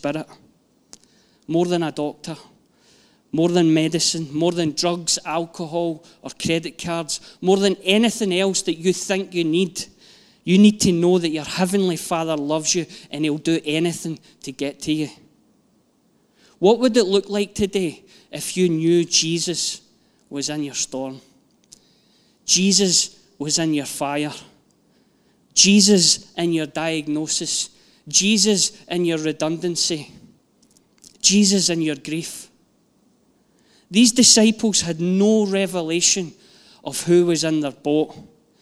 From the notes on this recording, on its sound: Live from our Sunday gathering